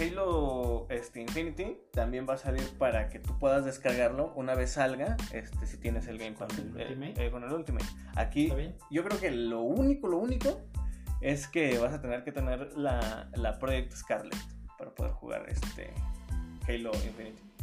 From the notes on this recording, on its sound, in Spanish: Aun estamos probando audios y perfeccionando micrófonos, perdón por la calidad :(